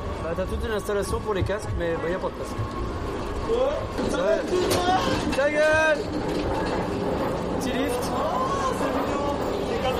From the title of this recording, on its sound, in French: Reportage DEPUIS Phantasialand